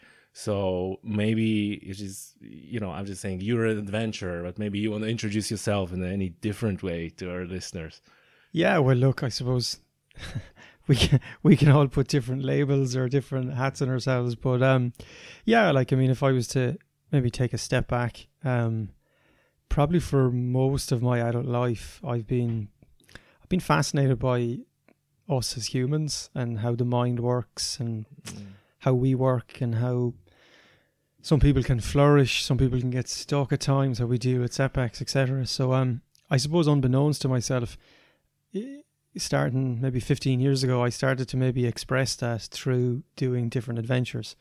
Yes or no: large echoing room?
no